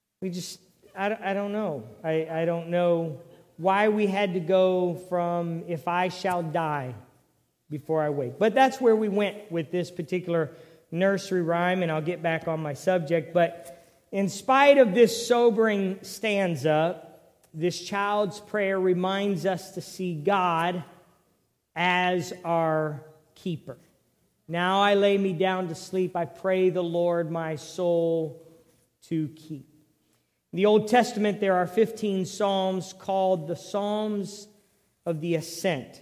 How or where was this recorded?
large echoing room